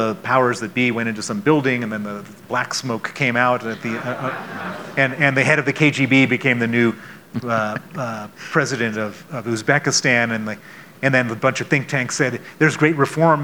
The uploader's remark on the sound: on stage at the Aspen Ideas Festival